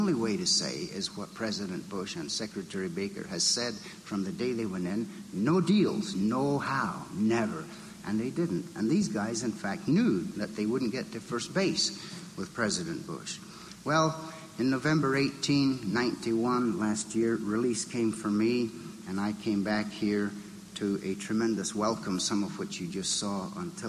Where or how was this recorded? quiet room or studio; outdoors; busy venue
busy venue